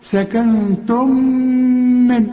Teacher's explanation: سكنتم نون بعدها التاء، والتاء من حروف الإخفاء، هنا محتاجة غنة. سكنتم من، وبرضو في غنة، ميم بعدها ميم، بيحصل إدغام.